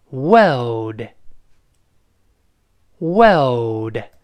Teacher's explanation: 英联邦国家呢，还是去掉那个卷舌的动作